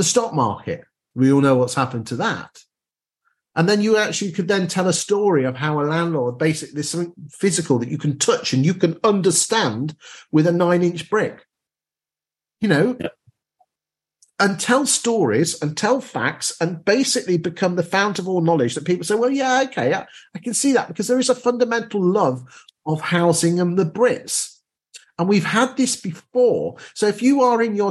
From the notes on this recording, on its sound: This Newsagent episode is a recording of our webinar on how to stay competitive and boost your landlord portfolio.